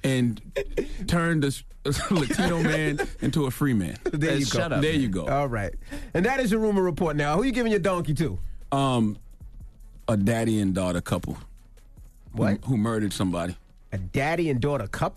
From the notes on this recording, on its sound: Today on the show we opened up the phone lines to see if any of our listeners agree.